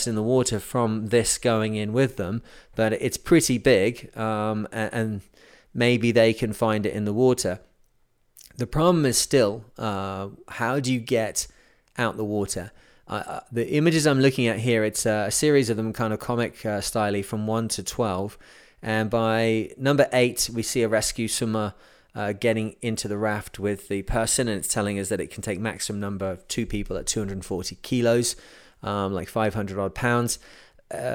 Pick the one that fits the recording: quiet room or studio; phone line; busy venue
quiet room or studio